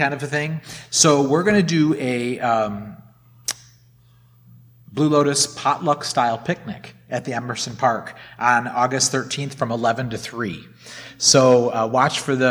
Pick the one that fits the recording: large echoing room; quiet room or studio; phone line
large echoing room